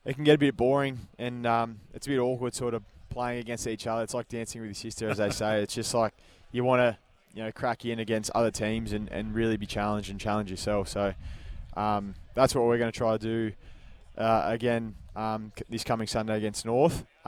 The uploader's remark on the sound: Live at AFL Captain's Day. On SEN.